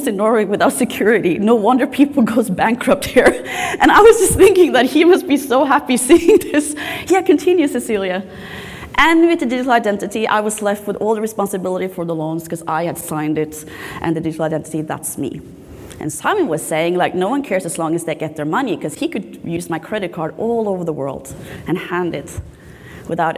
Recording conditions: live audience